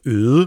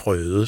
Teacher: Stille og roligt, en efter en, op igennem århundrederne, kan vi se derfra, at vores vokaler, der står efter et R, de bliver mere åbne · Shown in: second take